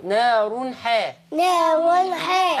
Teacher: تنوين بالضم أتى بعده حرف الحاء حكم إظهار